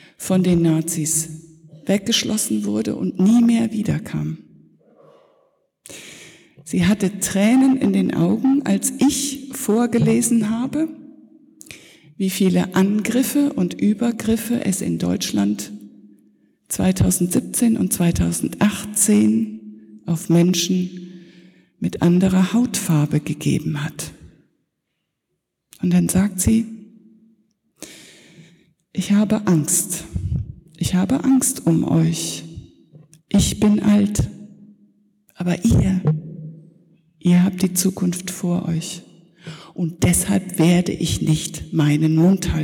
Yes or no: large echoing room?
yes